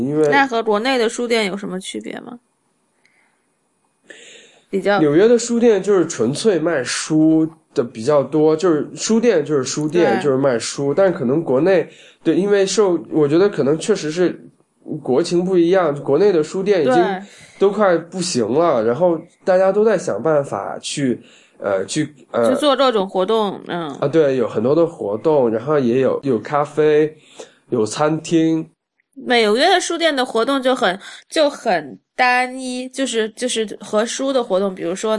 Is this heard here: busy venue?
no